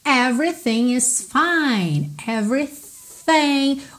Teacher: O TH aqui não tem vocalização. Só arzinho.